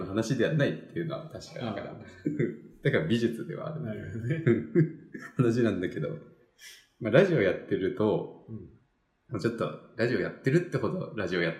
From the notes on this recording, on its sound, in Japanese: 今回はいつもと違う環境での収録なので、少しばかりエコー味があります